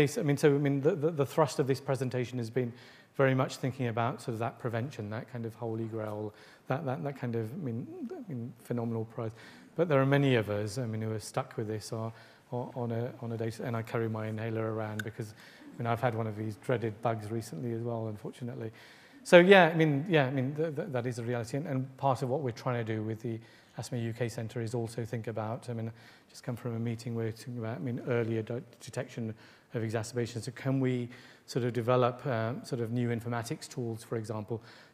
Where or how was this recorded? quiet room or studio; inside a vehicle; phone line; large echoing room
large echoing room